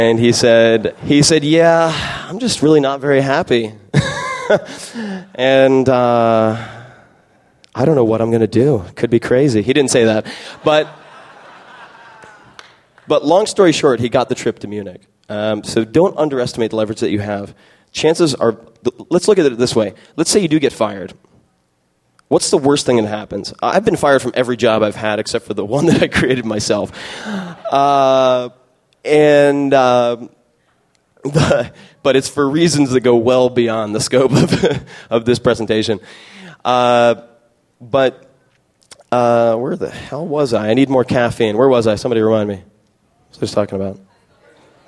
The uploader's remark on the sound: speech was given at the 2007 SXSW Festival